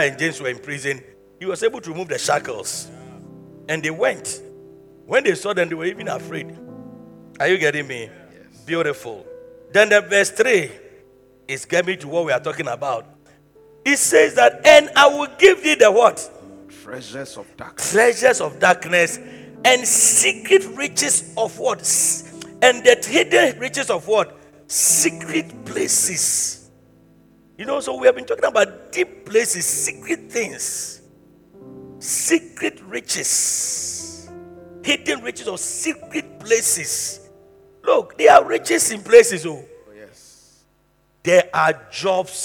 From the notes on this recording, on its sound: Preached at the Truth Cathedral